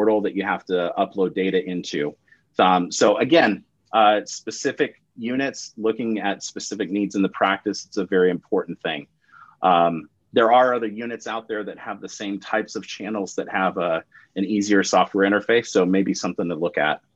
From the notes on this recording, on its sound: During this live interactive webinar